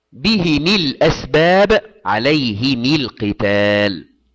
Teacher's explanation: فأبو عمرو يقرأ بكسر الميم في حالة الوصل